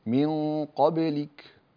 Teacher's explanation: قال راعي شدة ولم يقل وراعي همسا، لأنك إن راعيت الشدة وأغلقت عليها جيدا مباشرة يخرج الهمس أصلا غصب عنك يعني. فلما تقول من قبلك أنت مسك الكاف ثم اترك الهمس يخرج، فلا تتكلف الهمس، لا تقول من قبلك قبلك يعني كده شوية كتير، جميل، فقط أنت اترك الهمس يخرج ويخرج بشكل صحيح إن شاء الله. · Term: شديدة مهموسة